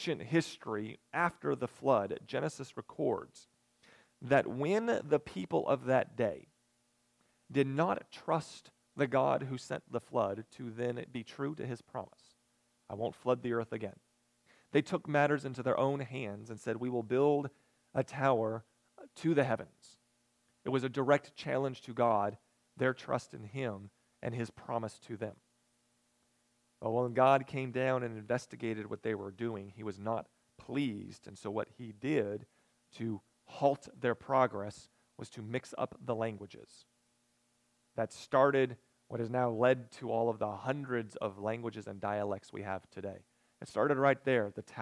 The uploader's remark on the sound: recorded the evening of September 24, 2022, at Ringgold Seventh-day Adventist Church.